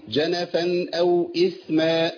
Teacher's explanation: عندي التنوين هنا التقى بهمزة، والهمزة قلنا من حرف الإظهار